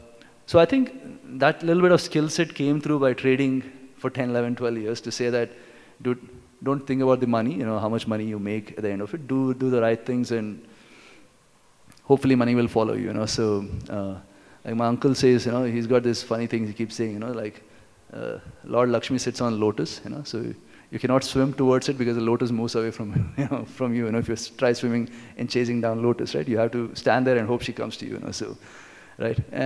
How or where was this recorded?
live audience